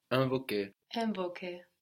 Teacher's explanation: So we get un for our nasal I. · the N on the end of the syllable is getting swallowed into the vowel